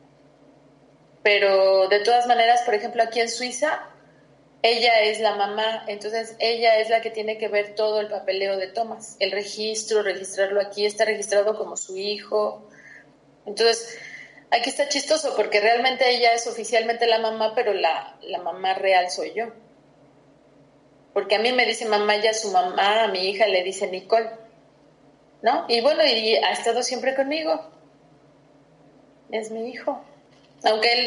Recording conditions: video call